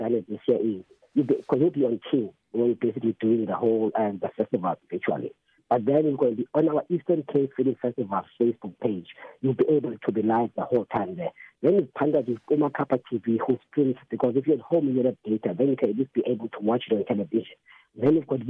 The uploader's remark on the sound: This year’s installment of the festival will be virtual due to the Covid-19 pandemic. We’re joined on the line.